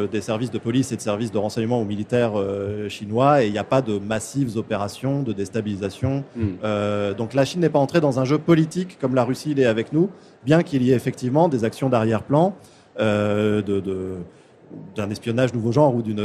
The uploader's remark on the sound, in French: En direct du Salon du Livre.